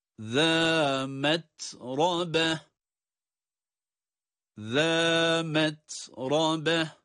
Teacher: Metrabeh derken ta'nın cezimli halini ra'yı da kalın olarak okuyoruz.